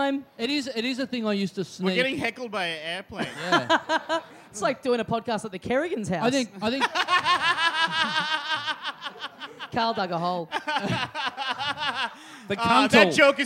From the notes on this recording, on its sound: Recorded LIVE at the OZO Chaweng Resort in Koh Samui on June 1, 2017.